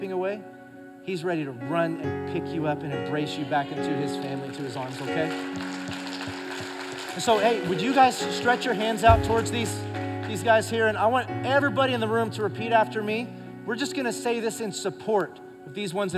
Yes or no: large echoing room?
yes